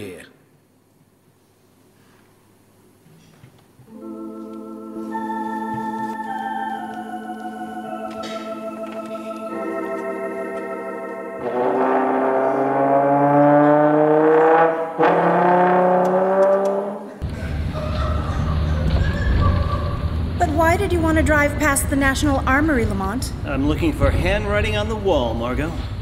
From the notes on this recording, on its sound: This Radio Drama was performed & recorded LIVE on Febuary 23, 2019 at First Church in Sterling - Sterling, MA. Produced by Sterling Community Theatre.